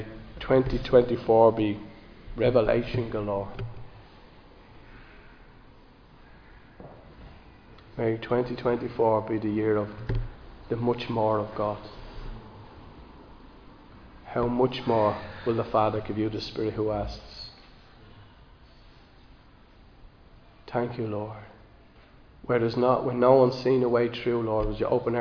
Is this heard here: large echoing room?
yes